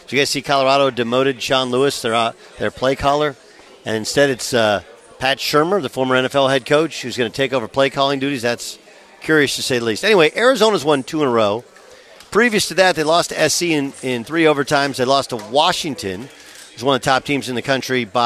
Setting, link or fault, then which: setting, busy venue